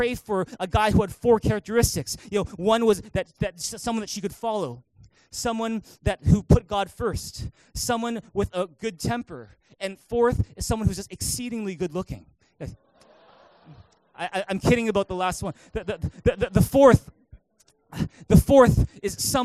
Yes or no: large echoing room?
yes